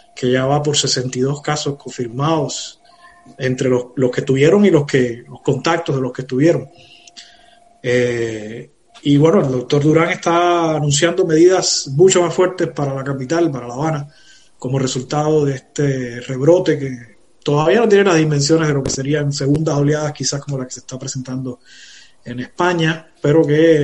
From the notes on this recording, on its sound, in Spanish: Una conversación en vivo. Esta entrevista se realizó el 31 de julio de 2020 en una transmisión en vivo a través de #FacebookLive.